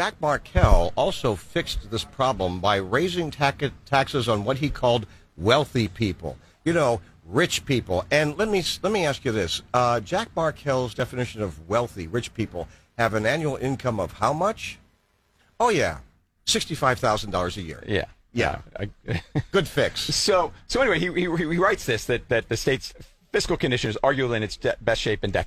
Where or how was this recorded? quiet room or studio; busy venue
busy venue